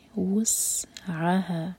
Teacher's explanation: واو دمہ کے لیے ہوٹ کو لوں گے، جب سین پر پہنچے تو ہوٹ کو فلیٹ کر لیں